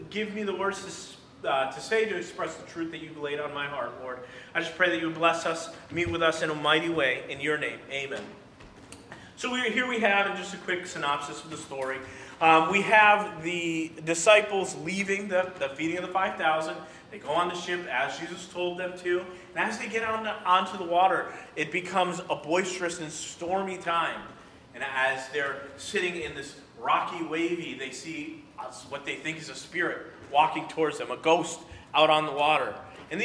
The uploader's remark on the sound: during the Sunday morning service